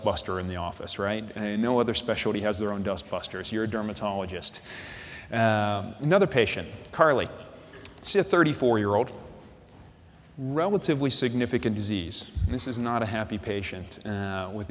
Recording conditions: busy venue